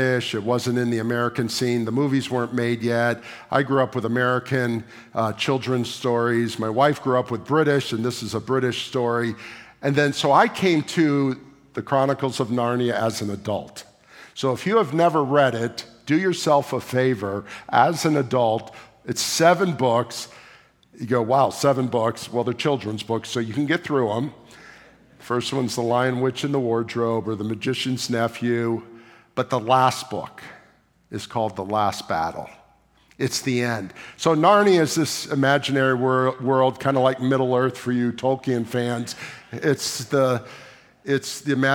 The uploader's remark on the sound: Sunday morning services of Boca Raton Community Church in Boca Raton, Florida.